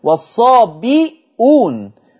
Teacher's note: حفص قرأ بكسر الباء وضم الهمزة والصابئون، بينما ورش عن نافع قرأ بضم الباء وحذف الهمزة.